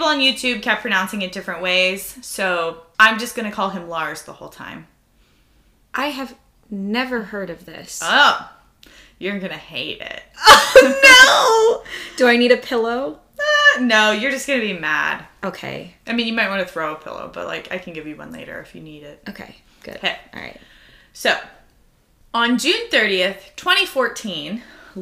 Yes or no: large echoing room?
no